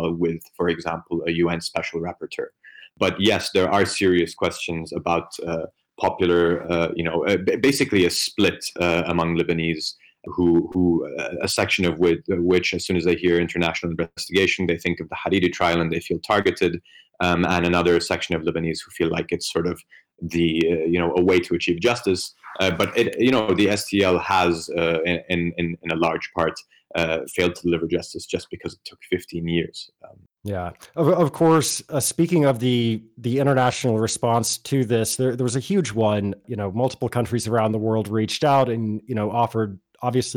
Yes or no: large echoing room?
no